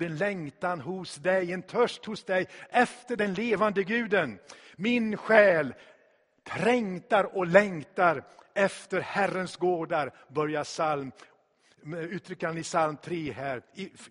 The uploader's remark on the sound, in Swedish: Inspelad i Tabernaklet i Göteborg 2016-04-03.